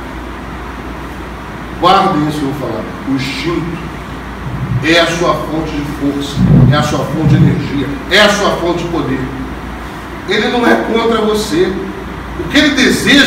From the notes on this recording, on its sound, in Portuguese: Trechos da Palestra Realizada no Coquetel da Ordem dos TributÃ¡rios